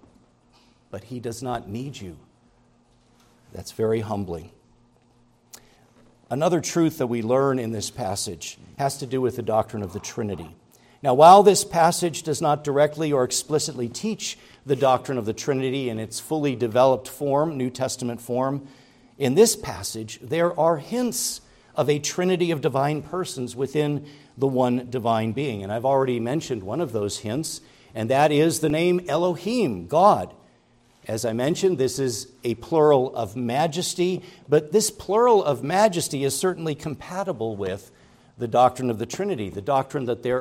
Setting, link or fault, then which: setting, large echoing room